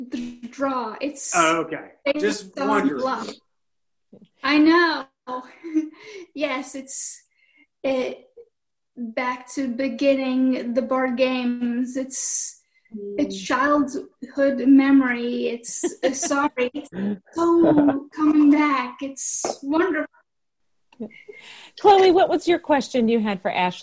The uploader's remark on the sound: Crew is staying home and staying connected, and recorded this episode by Zoom.